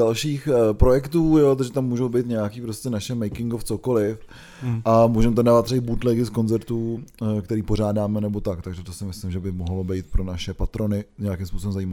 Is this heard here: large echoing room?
no